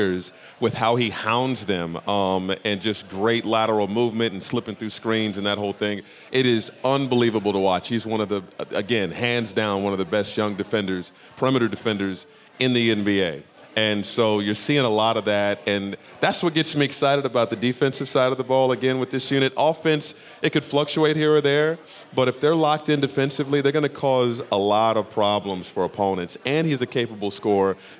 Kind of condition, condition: setting, busy venue